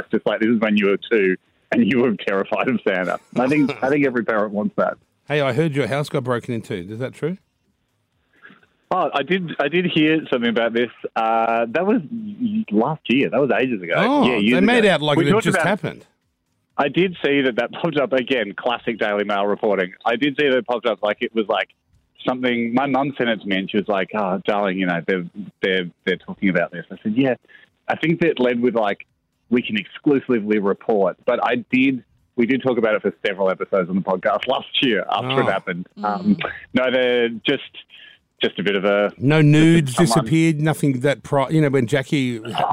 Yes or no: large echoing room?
no